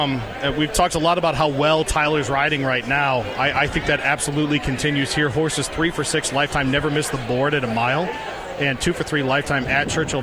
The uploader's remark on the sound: live from Churchill Downs